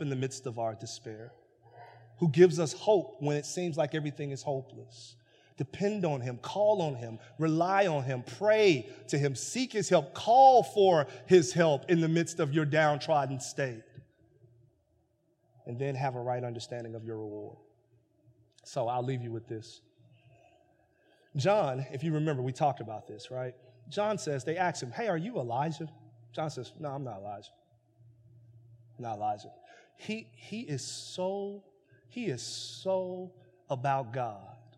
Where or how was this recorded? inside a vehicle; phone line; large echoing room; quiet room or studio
large echoing room